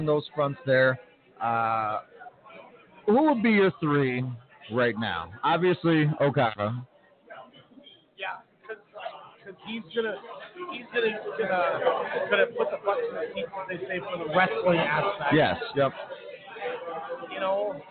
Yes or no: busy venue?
yes